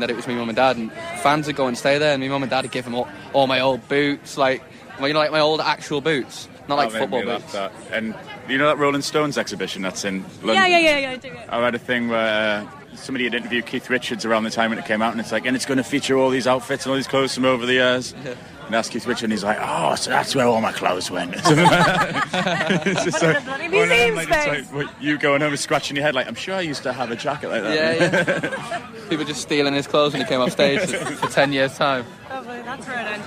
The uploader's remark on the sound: BACKSTAGE Live at Electric Picnic